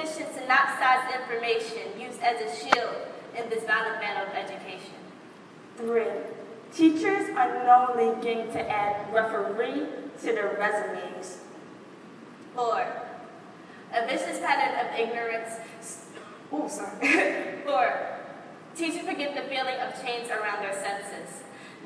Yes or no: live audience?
yes